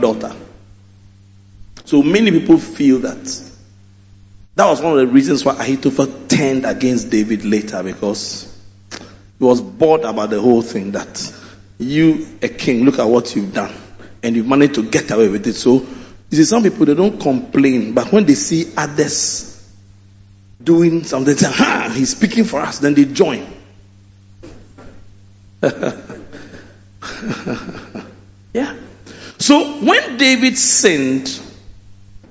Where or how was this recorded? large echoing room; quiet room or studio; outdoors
large echoing room